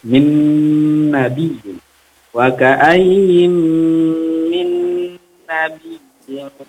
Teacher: nun sukun bertemu dengan nun, maka idgham bigunna dimasukkan atau ditasdidkan lalu didengungkan. Nah, ingat cara mendengungkan itu minimal 3 harokat.